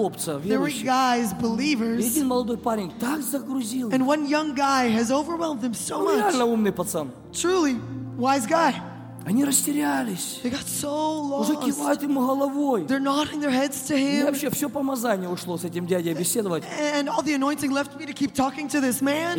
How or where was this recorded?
live audience